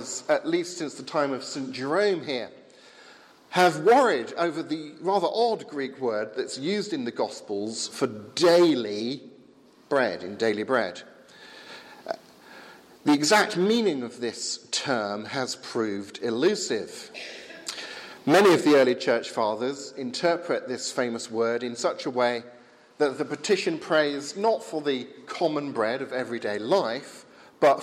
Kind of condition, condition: setting, large echoing room